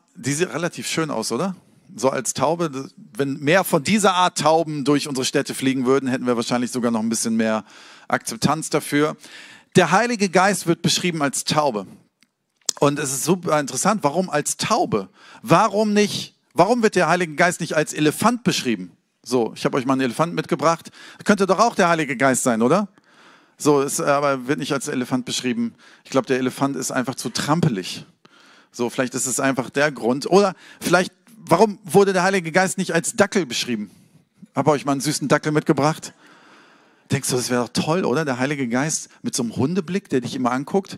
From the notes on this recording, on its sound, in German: Sonntagspredigt aus dem Standort Bochum.